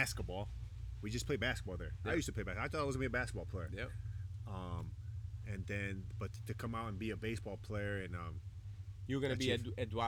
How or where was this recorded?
outdoors